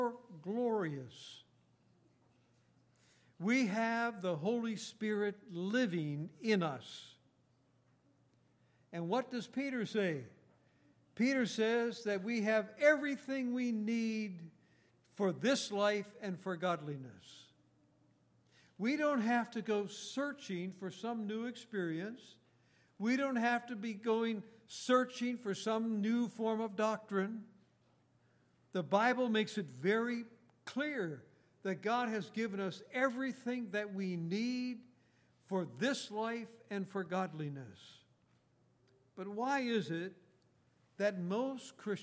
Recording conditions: large echoing room